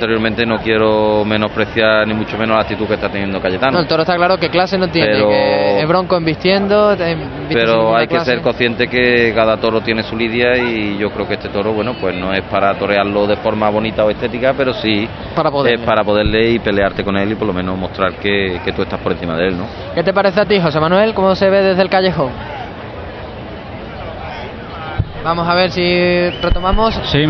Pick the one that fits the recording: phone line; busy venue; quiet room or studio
busy venue